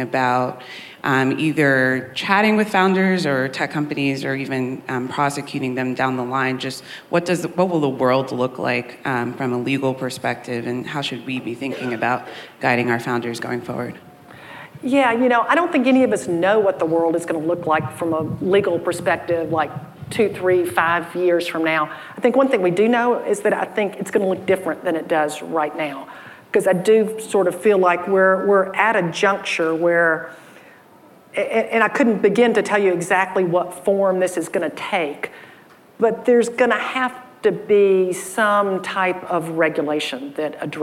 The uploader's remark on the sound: In front of a live audience at the AllRaise Summit in San Francisco.